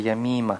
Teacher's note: Здесь, когда этот суффикс присоединяется, у нас не происходит сдвига ударения. Ударение остается до него.